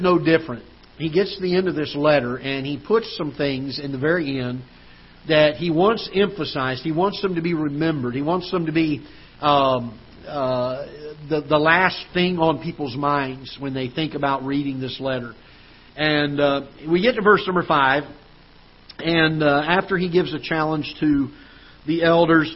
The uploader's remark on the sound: Ketha Heights Baptist Church ~ Live Broadcast